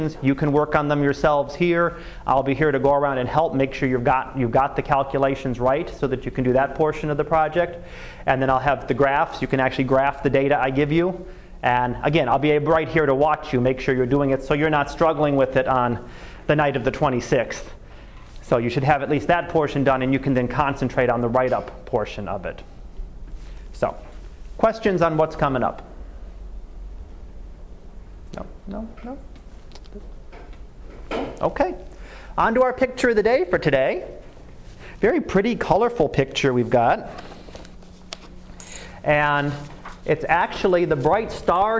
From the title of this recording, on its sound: Live Class Lecture